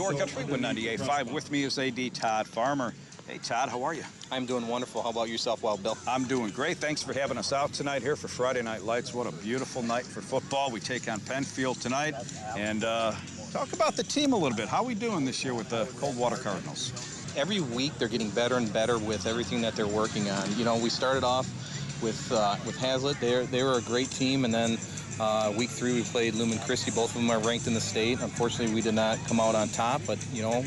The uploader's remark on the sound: Sounds of Friday Night Lights at Coldwater High School